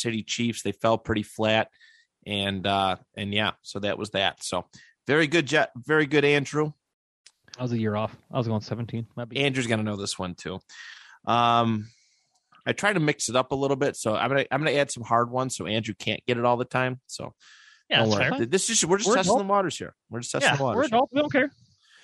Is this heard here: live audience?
no